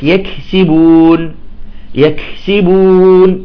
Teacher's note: يقول يكسبون جزاء بما كانوا يكسبون، يأكل الكاف، لا، يجب الكاف أن تكون إذا كانت ساكنة مباشرة نعطيها الهمس البسيط